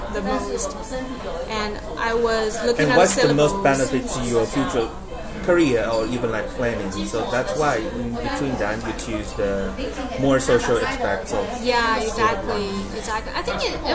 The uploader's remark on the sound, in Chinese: 這是一集極具挑戰性的一場錄音。它發生在早上九點的早午餐，它更發生在人聲鼎沸的餐廳之內；又再一次，我為錄音品質感到抱歉。錄音編輯後製：完全沒有。